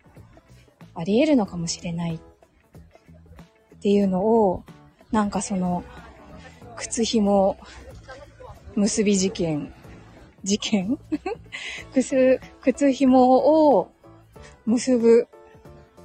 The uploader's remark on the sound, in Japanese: 歩きながらつらつらお話しました。